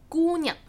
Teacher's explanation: 姑 flat tone, 娘 neutral tone